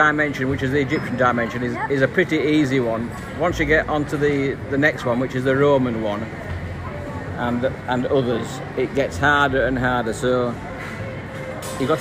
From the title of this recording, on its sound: LiVE from Total Fitness Wakefield